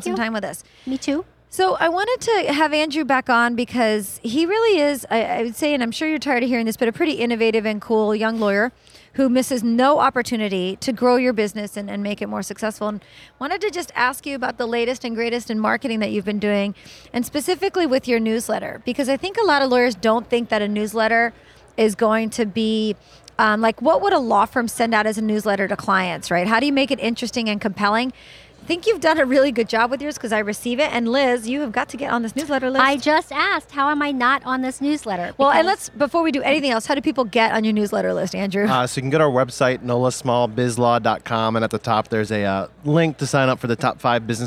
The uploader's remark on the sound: recorded at the 2017 Clio Cloud Conference